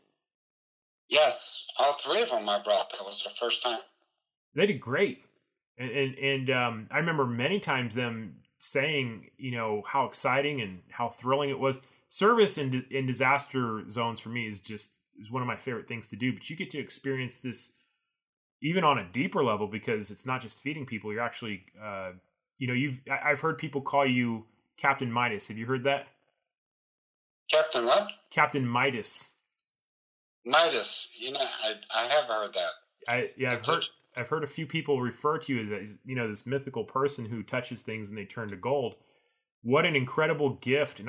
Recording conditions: poor sound quality